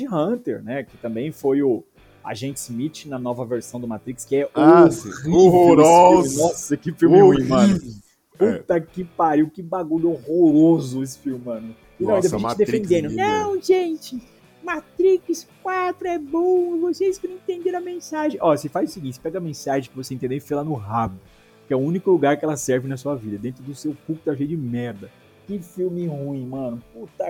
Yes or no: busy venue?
yes